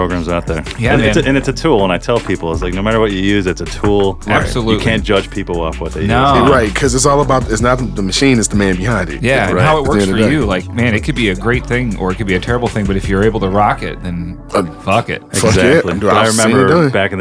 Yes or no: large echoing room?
no